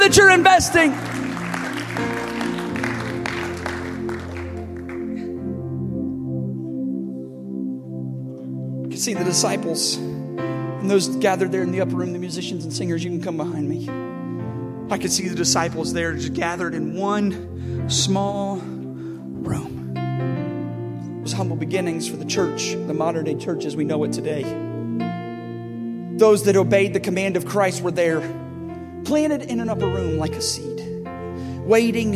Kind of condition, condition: setting, large echoing room